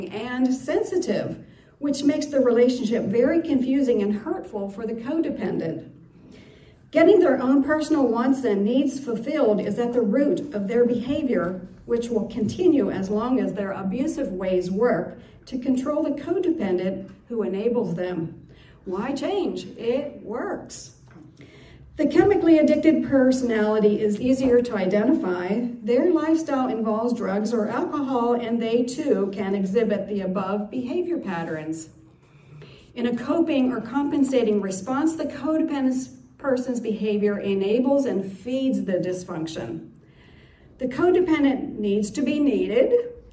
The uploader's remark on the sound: This is a recording of my codependency testimony, delivered at a Monday night meeting at Celebrate Life in Clymer, Pa.